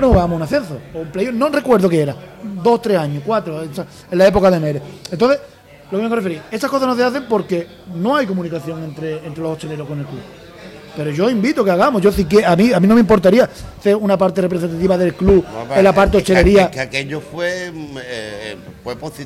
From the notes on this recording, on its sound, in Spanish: emitido En directo desde el restaurante del Club Náutico Saladillo